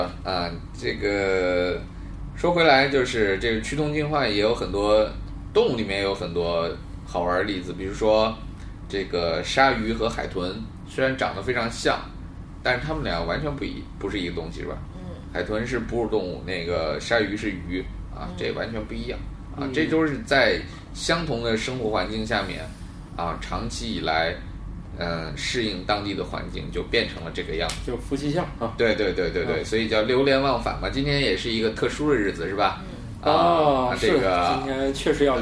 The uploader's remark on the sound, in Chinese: 本期节目为在张大妈办公区用录音笔录制，可能有街道上的杂音，请见谅。